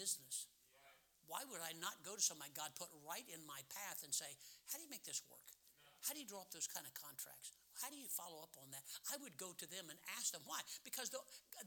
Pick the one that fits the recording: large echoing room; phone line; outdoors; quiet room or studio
large echoing room